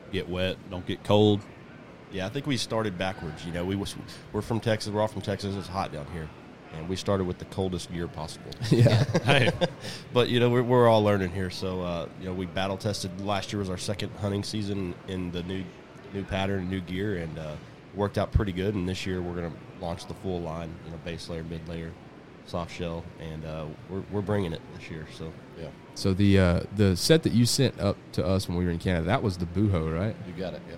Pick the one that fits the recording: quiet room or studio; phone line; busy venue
busy venue